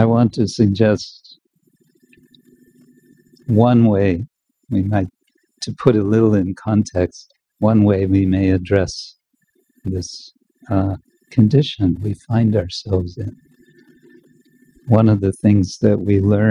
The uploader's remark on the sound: Recorded during Bhakti Retreat 2023 in Kientalerhof/Switzerland - Bad quality, next will be better.